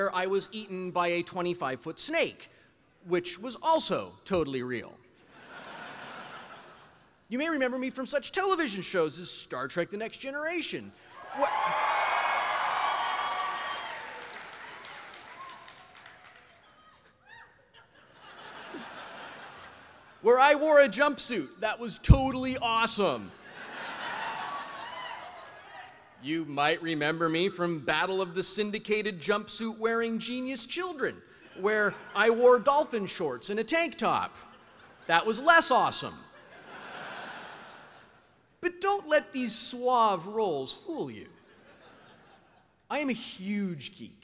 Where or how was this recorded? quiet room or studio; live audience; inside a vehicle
live audience